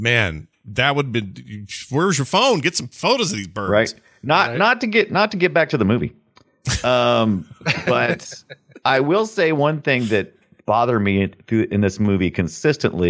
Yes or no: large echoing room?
no